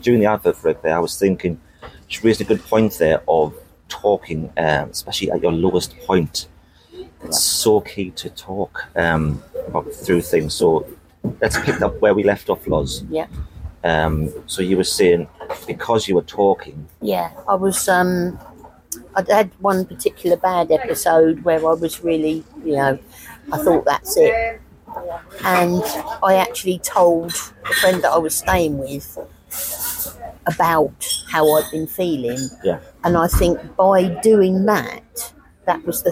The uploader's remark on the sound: I take my show on the road and on location to a coffee shop. A conversation between 2 friends, over 2 coffees, with 2 microphones whilst watching the world go by outside the window.